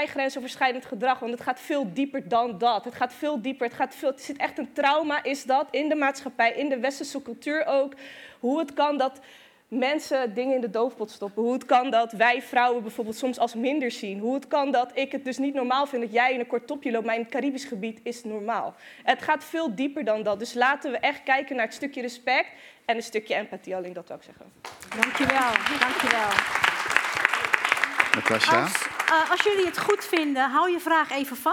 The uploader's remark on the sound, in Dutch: zijn we op 19 oktober 2022 tijdens een live event in het Bibliotheek Theater in Rotterdam met een groep meiden én jongens in gesprek gegaan